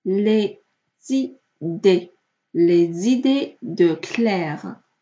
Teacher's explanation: Lesidées 这里有一个连诵，发 z